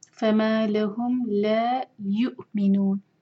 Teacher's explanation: حمزہ پر cut off sound آنا چاہیے. يؤمنون نون چار حرکت لمبا کریں گے. مد عارضی سکون ہے، نون کو ہم ساکن کر رہے ہیں.